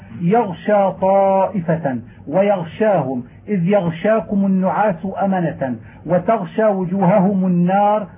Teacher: وإذا وقع بعد الغين الساكنة شين وجب بيان الغين لئلا تقرب من لفظ الخاء لاشتراك الخاء والشين في الهمس والرخاوة وبعد الغين من الشين في الصفة، وذلك نحو قوله تعالى يغشى طائفة ويغشاهم إذ يغشاكم النعاس أمنة وتغشى وجوههم النار وشبهه.